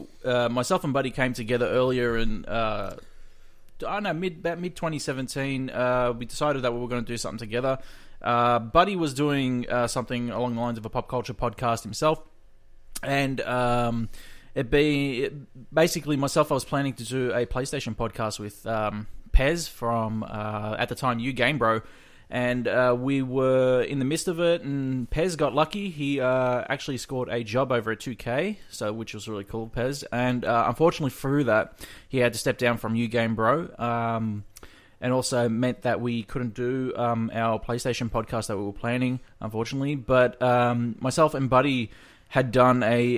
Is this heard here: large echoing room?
no